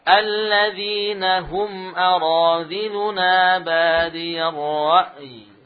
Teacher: jadi ya sukun lidah nempel di langit-langit